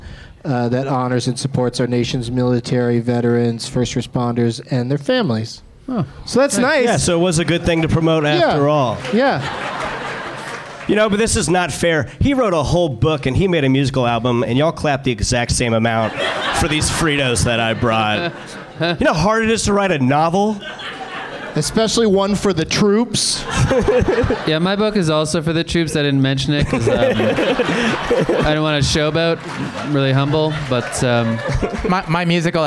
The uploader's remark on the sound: Live from Laugh Boston